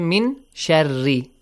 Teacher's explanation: Kind of hiding and also producing a ghunna sound, a nasal sound, okay? Hiding that sound, and also ghunna.